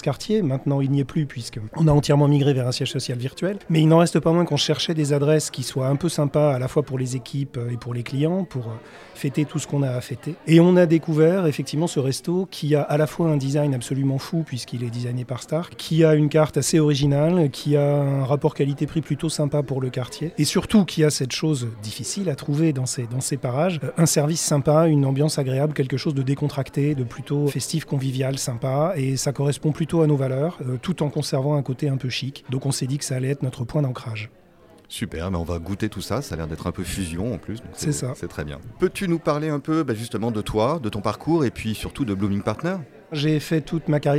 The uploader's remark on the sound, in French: Restaurant BON à Paris dans le 16ème arrondissement de nous avoir accueilli pour cet enregistrement. Nous remercions le restaurant BON à Paris dans le 16ème arrondissement de nous avoir accueilli pour cet enregistrement.